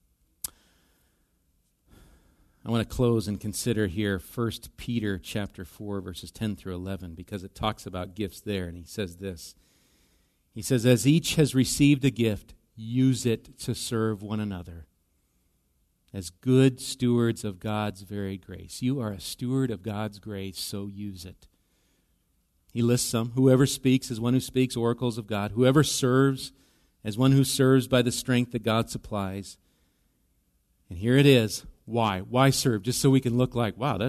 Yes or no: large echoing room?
yes